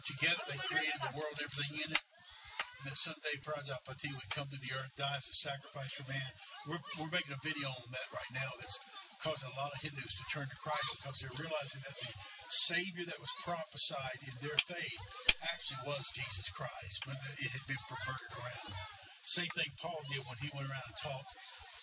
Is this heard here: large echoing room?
yes